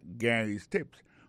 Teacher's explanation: Lo gade wè a prononse non Gary ya, alo aksan tombe sou promi silab da